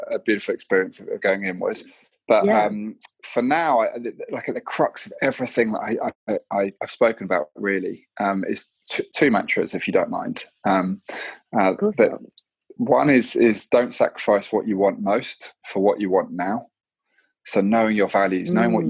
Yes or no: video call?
yes